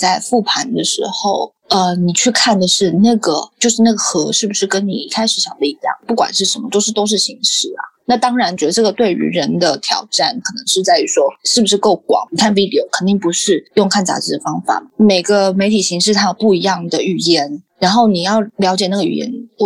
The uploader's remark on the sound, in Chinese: 本集訪問有點現場環境音，還請見諒